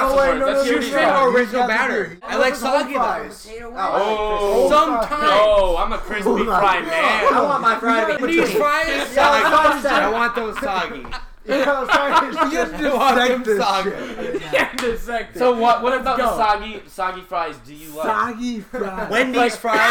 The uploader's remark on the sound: We apologize for the mic issues.